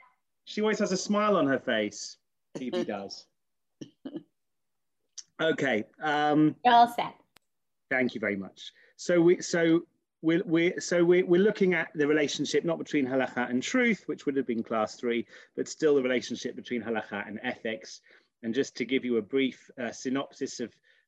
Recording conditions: video call